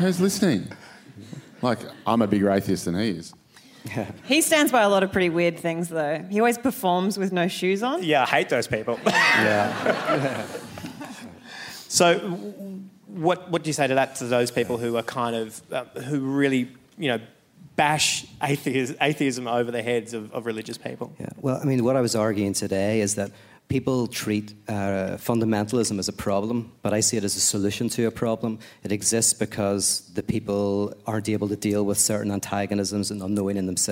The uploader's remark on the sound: A Rational Fear At Sydney Opera House #FODI. In this special 'Festival of Rational Fears' edition.